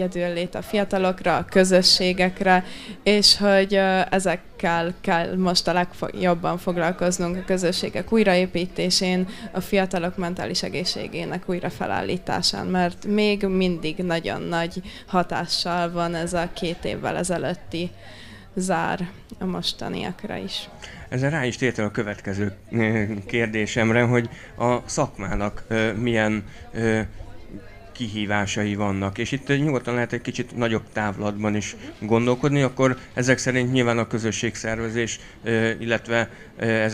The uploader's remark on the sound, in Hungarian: A felvétel a fesztiválon készült, így hanghibákat tartalmaz.